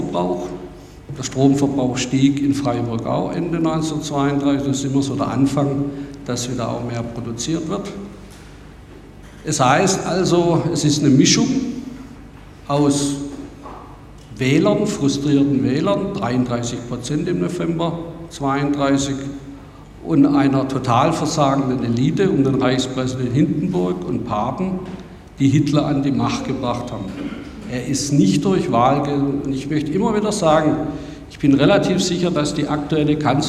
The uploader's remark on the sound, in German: fand im Audimax der Uni Freiburg eine Podiumsdiskussion